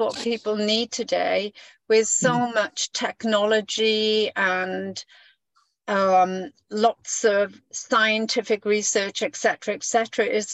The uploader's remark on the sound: I recorded this on zoom as a conversation